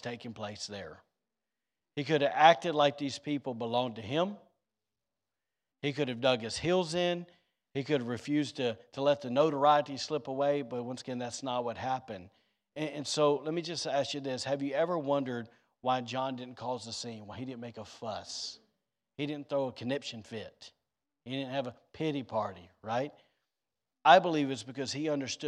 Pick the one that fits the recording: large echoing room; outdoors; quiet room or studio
large echoing room